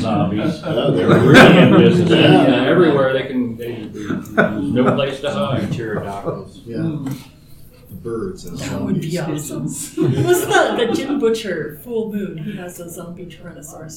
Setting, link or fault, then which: setting, live audience